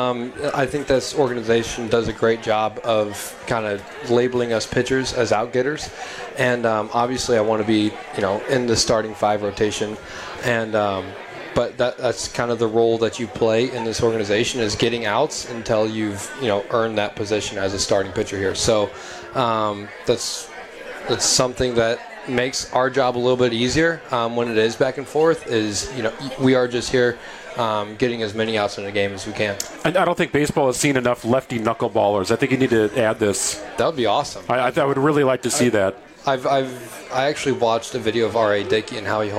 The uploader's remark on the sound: live from Dugout 54 in Milwaukee